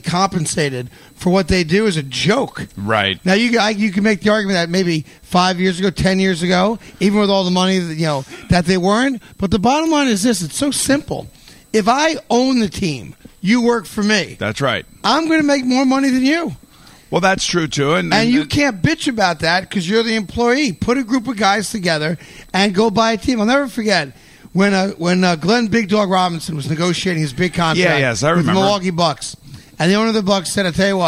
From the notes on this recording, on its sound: Live from the Mohegan Sun golf course. Open up their show live from the Mohegan Sun in Baltic CT.